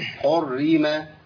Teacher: كتير من الناس يفخم الراء الاولى